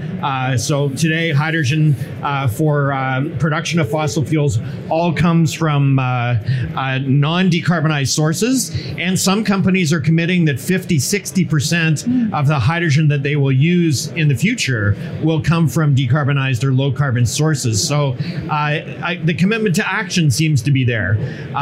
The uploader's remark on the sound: This episode is brought to you from our live podcast studio at ADIPEC 2022, where we are hosting live podcasts from the heart of the conference exhibition